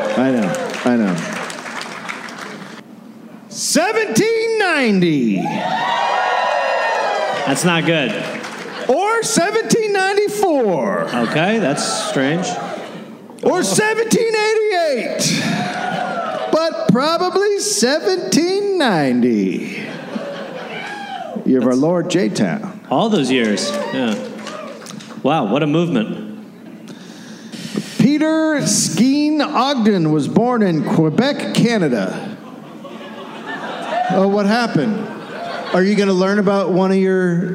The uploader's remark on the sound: Recorded live in Salt Lake City, Utah.